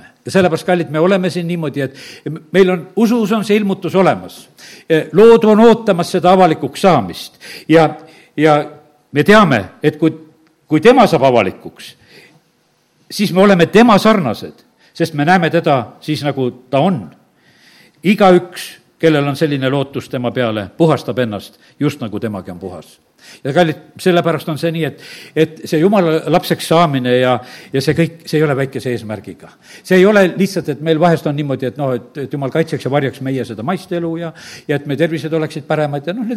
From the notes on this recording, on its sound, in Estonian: Audio salvestus koosolekult